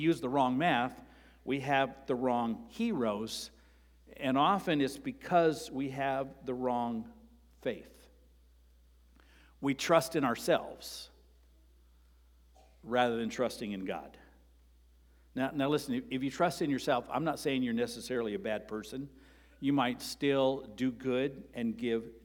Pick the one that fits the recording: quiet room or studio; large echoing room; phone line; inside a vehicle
large echoing room